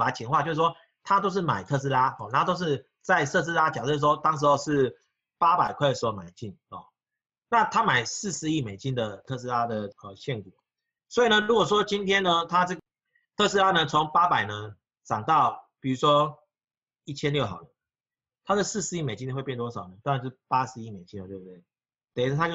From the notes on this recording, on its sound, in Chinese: 本集錄音沒存好，先用線上會議本身錄音檔來剪